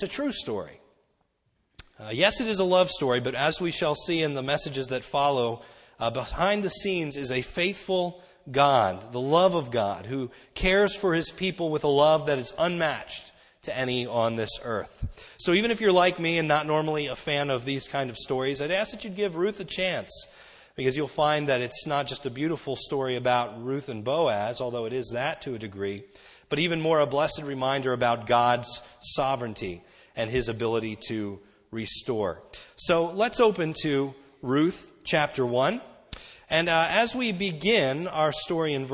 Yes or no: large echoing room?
yes